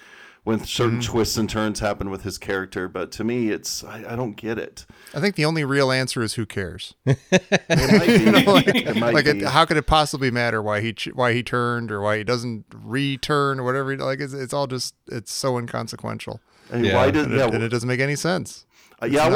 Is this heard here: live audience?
no